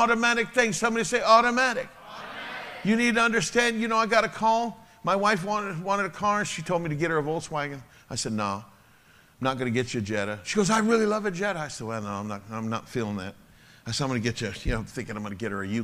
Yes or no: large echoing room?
yes